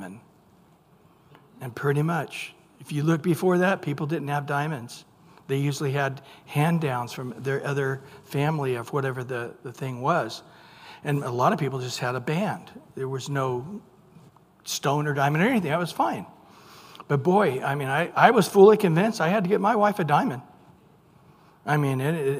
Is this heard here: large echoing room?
yes